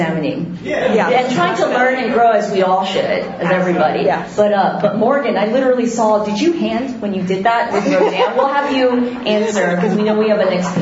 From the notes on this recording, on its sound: Live from G-fest 2019.